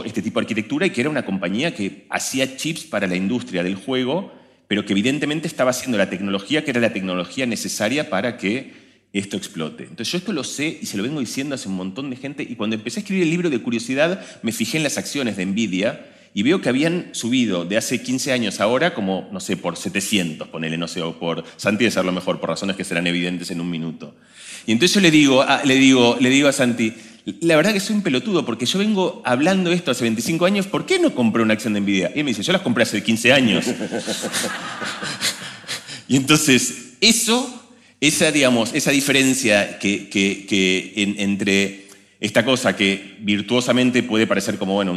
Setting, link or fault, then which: setting, live audience